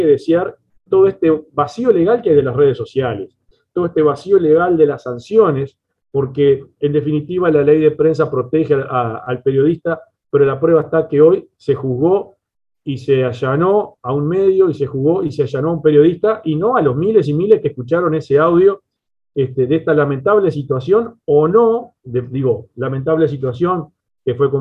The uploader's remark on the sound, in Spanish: Mesa Redonda Virtual